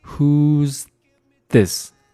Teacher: 难呢？因为你读 s 的时候呢，舌尖是在口腔内的，而你读这个 z 的时候呢，舌尖是有伸出来的。而他们两个的发音又很接近，所以说会有同学觉得，他们是不是应该连读啊？其实没有连读。那唯一的方法呢，就是你反复地去练，Who'sthis？也就是在得完这个 S 之后呢，迅速地把舌尖伸出来那么一点点，再去读这个 this